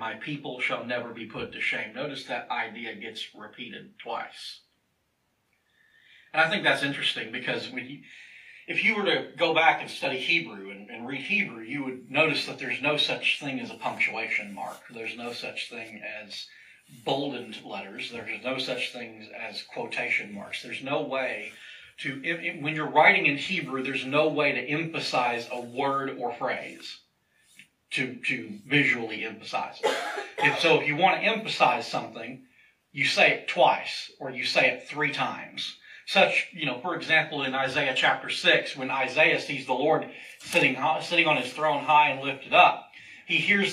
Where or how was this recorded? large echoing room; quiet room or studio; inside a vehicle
large echoing room